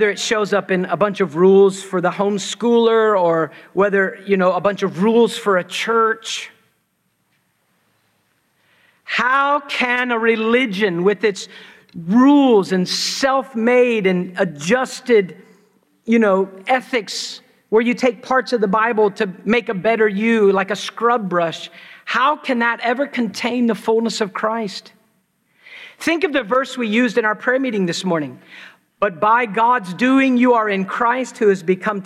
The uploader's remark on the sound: preached at Christ Church New Albany